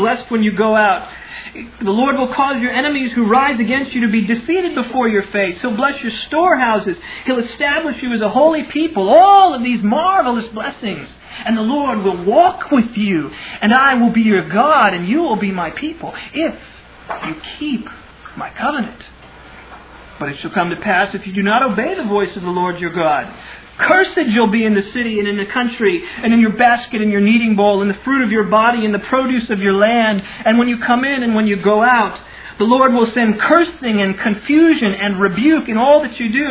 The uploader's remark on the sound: Originally delivered on 4 June 2000 at Sovereign Grace Baptist Church in Van Alstyne, TX.